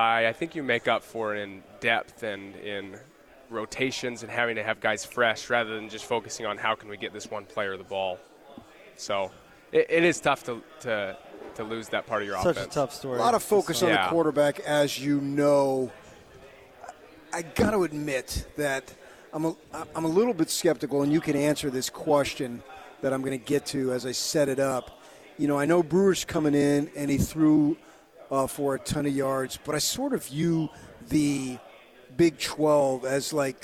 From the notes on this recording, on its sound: LIVE from Pac-12 Media Day in Los Angeles, CA.